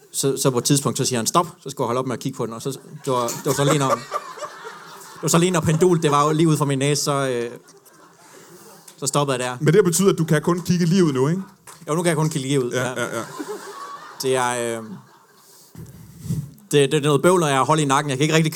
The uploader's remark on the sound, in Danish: LIVE fra Comedy Zoo Aarhus.